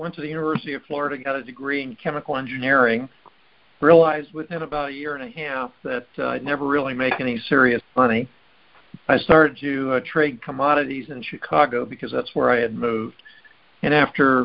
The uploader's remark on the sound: Recording posted: Our group call